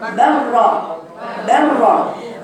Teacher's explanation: اللام هنا مضغمة في الراء، يعني الراء تقرأ مشددة